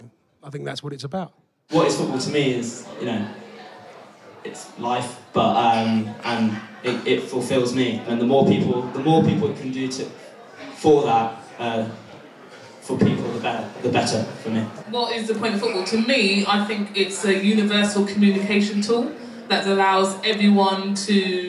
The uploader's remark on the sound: Highlights from our Kick It Out Live event